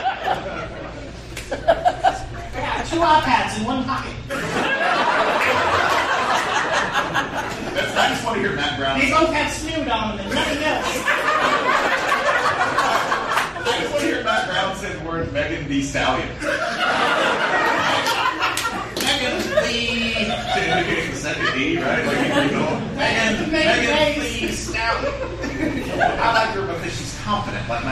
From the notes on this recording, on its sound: Live! In Charlotte. A hearty thank you to all the wonderful people who came out to our live show in Charlotte. Did this tick off one person in attendance to the point where he almost kind of sort of tried to take over the show?